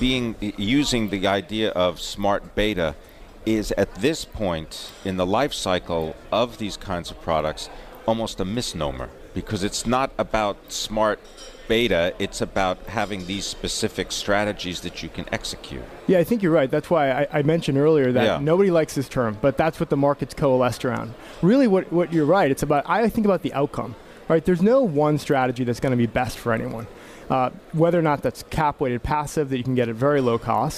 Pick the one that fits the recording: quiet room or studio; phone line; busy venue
busy venue